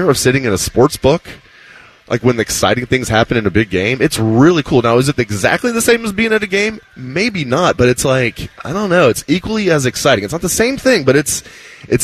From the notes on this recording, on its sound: live from Hollywood Casino